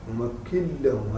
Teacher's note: هذا الإدغام بغير غنة